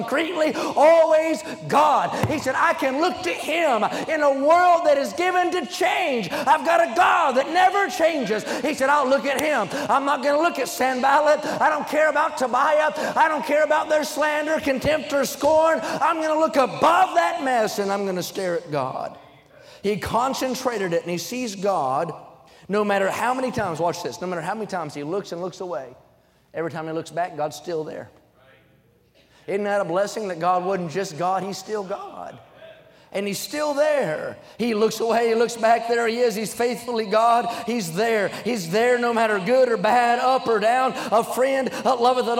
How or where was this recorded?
large echoing room